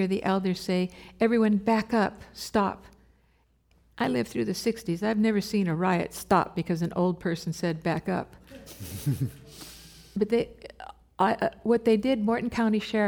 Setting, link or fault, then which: setting, live audience